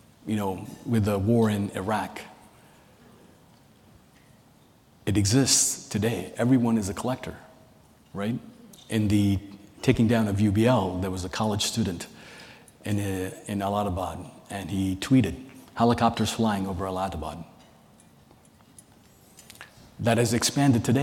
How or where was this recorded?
live audience